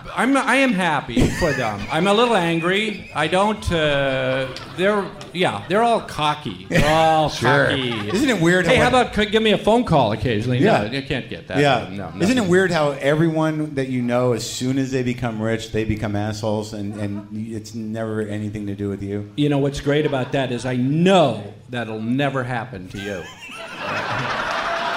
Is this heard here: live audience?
yes